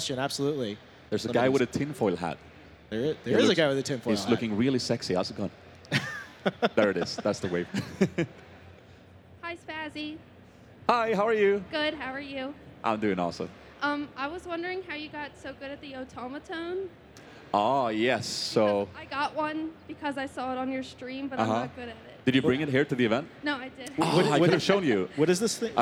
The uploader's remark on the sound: Recorded live at PAX East ‘16. Field some live audience Q&A.